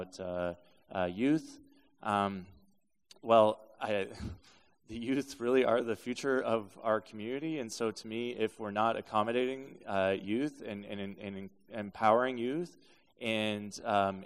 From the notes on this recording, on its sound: This special is the live recording at Reconnect Hamilton with real questions from young people.